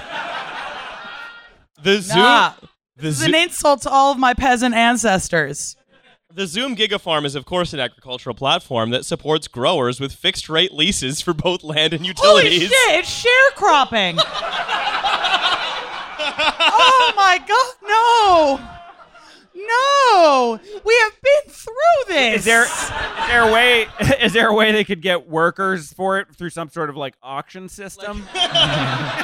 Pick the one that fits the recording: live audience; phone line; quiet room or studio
live audience